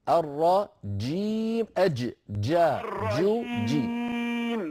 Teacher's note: الجيم الفصيحة محبوسة الصوت